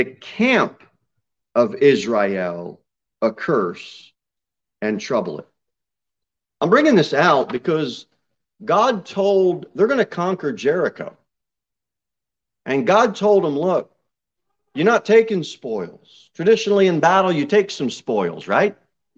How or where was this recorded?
large echoing room